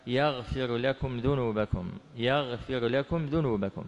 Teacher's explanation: إذا سبقت الراء اللام لا إدغام فيها، كما في قوله تعالى يغفر لكم ذنوبكم، يغفر لكم ذنوبكم، فهنا الراء هي التي سبقت اللام فلا إدغام فيها بل يجب فيها الإظهار.